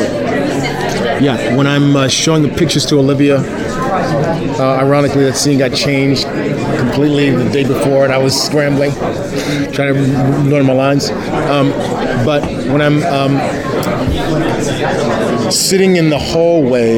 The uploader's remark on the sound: Recorded at San Diego Comic Con.